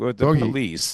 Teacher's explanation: She's doing like vocal fry at the end of her sentences.